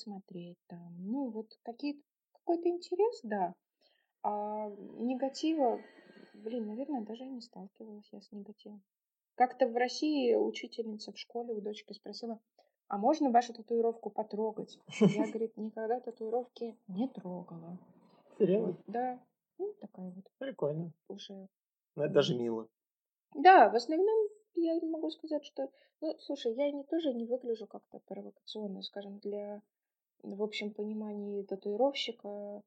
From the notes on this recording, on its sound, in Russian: Про звук - мы только начинаем, поэтому пока так, а там как пойдет.